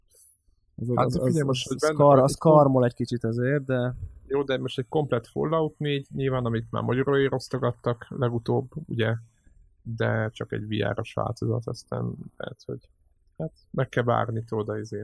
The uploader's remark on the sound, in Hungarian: Sajnos a technika ördöge kicsit keresztülhúzta a számításainkat és így a felvétel minõsége még a komoly utómunkát követõen is kicsit alacsonyabb lett a szokásosnál.